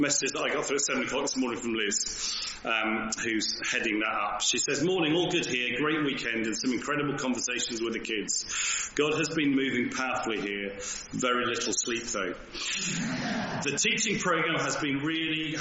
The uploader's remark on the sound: Recorded at the 10:30 service on Sunday 2nd April 2023 at St Andrew’s Church, Malvern.